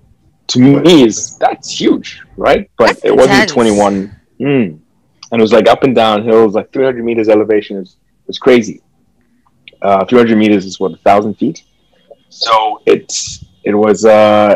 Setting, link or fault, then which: link, video call